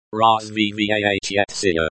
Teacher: The stress is on the third syllable, va.